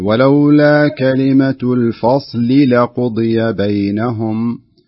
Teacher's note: اكسر اللام، اظهر الكسرة كويس يعني